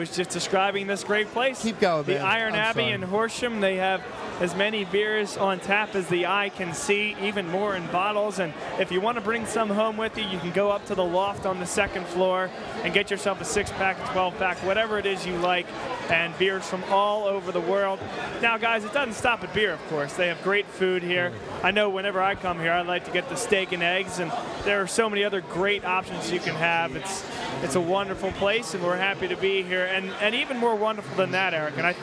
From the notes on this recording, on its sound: live from the Iron Abbey for our annual Boxing Day Special!